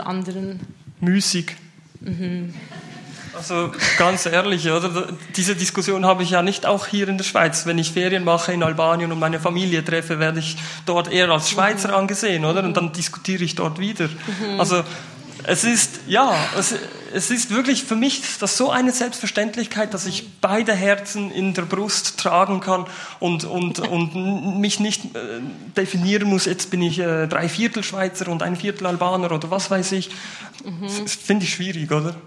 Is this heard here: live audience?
yes